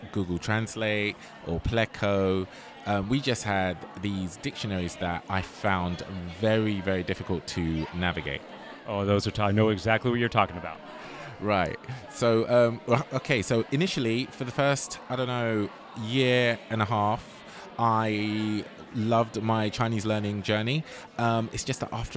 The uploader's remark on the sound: keynote address at the Swire Chinese Language conference in June of 2023 in Newcastle, England, along with 6 speed interviews at the conference